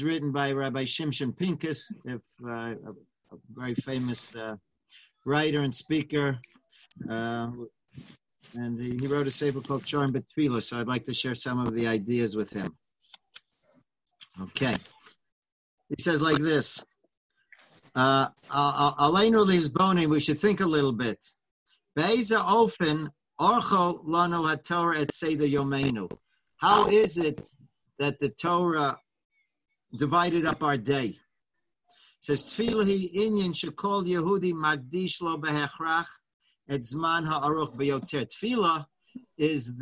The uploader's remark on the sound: Live On Zoom.